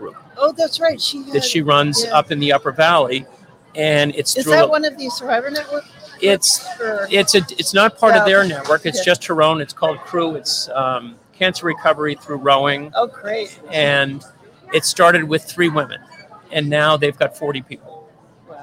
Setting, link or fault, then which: setting, outdoors